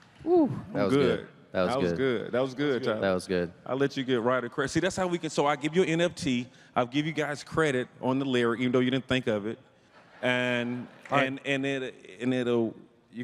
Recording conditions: live audience